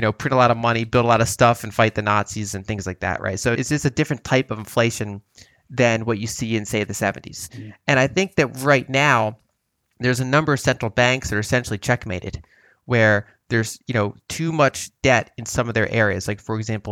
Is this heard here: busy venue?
no